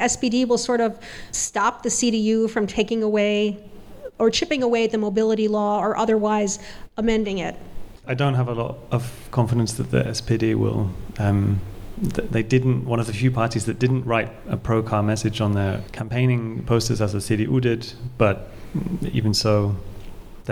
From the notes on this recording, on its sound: Excerpts from our recent live show at the Selina Hotel Mitte in central Berlin.